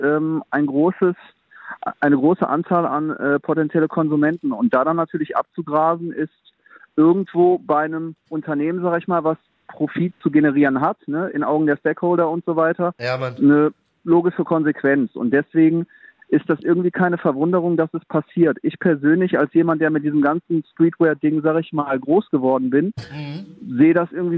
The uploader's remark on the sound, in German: per Telefon am Start